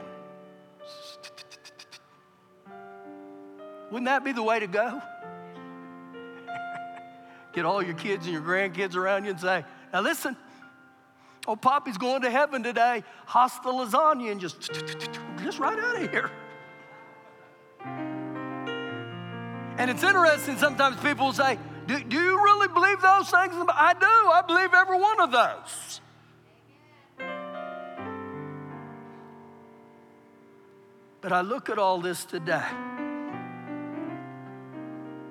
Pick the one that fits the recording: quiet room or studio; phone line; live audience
live audience